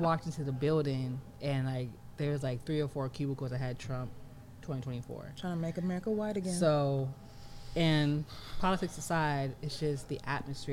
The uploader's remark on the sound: Low audio.